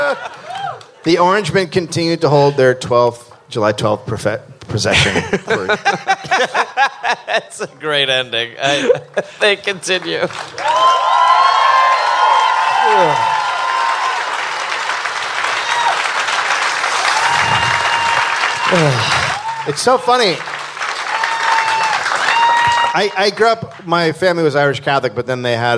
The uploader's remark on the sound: Live in NY